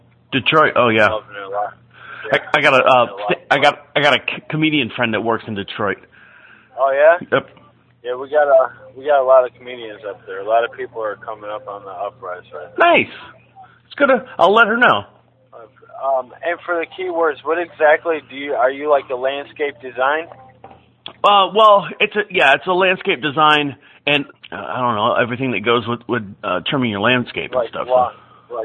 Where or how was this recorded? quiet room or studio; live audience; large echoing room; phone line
phone line